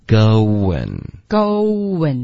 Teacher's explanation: go 结尾的这个 u 的音你的嘴唇彻底的嘟起来然后呢再放松滑到 n 的时候呢一口气说出来你就会自然而然添加一个 w 的一个音在里面